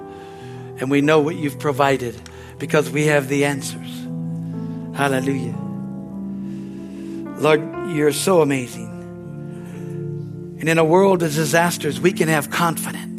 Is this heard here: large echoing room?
yes